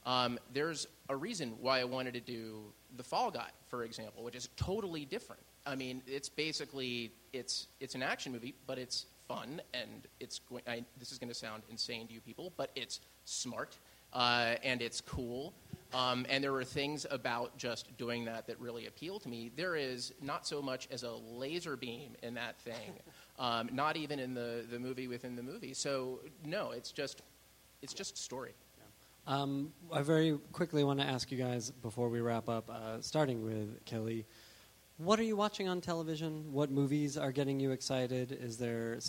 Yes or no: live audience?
yes